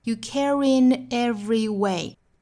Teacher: care 和 in 之间的连读会带出一个小小的 r 的发音